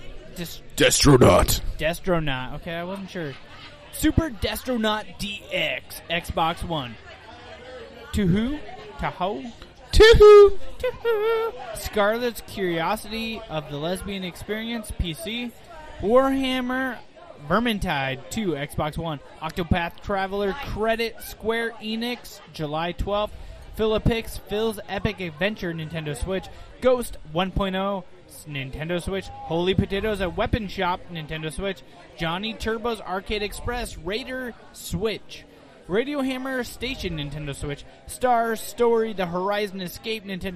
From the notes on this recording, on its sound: Live from Shanahans. This week we are live from a new Irish Pub called Shanahans and we're sorry in advance for the windy audio.